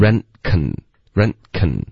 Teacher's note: Rain control 的这个 rain con 两个都用了前鼻音的发音，我们要用舌尖顶上去上颚的 n